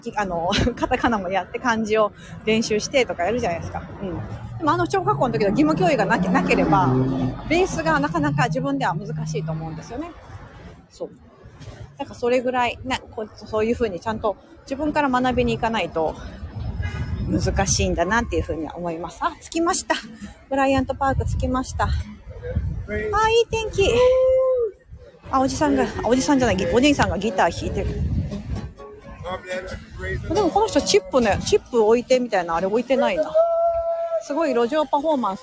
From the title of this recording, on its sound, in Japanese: NYマンハッタンを歩きながら